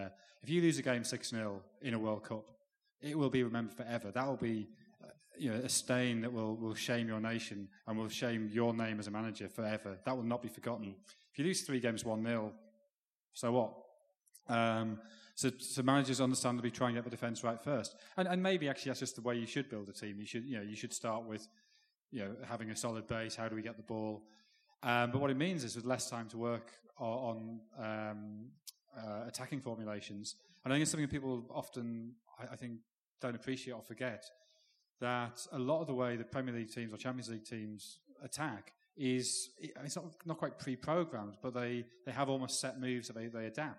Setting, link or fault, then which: setting, live audience